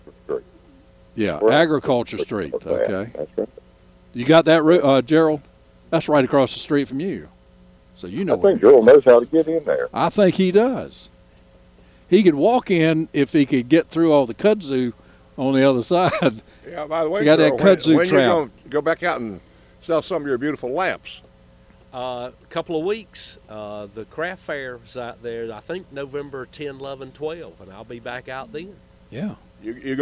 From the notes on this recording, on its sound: broadcasting live from the NC Wine Festival.